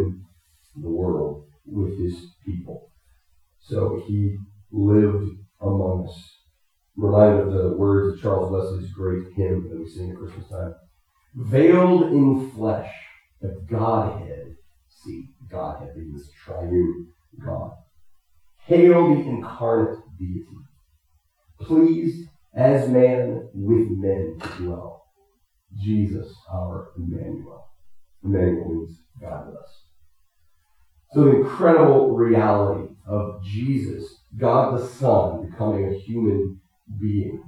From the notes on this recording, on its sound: Technical difficulties affected the quality of this recording.